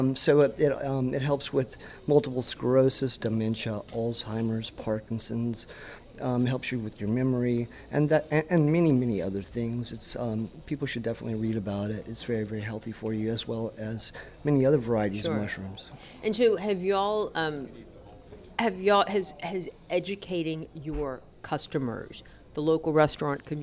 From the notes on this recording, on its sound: Out to Lunch is recorded over lunch at Mansurs on the Boulevard. Out to Lunch is recorded over lunch at Mansurs on the Boulevard.